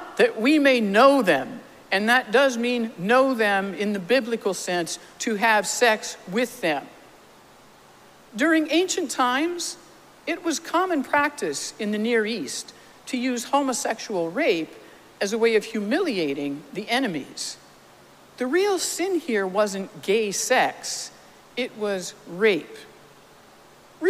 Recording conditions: large echoing room